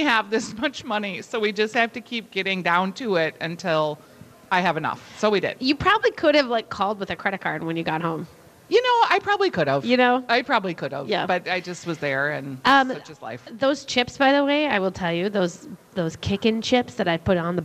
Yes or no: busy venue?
yes